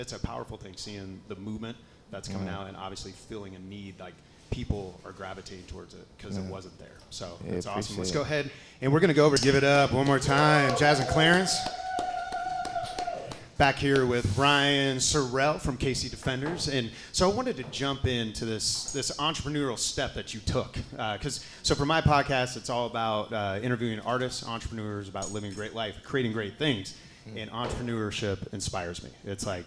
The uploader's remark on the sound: This episode was another live podcast event at Kinship Cafe in Kansas City, KS.